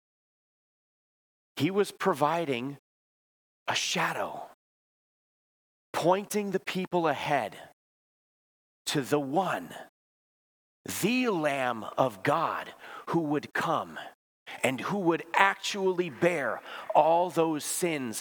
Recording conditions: large echoing room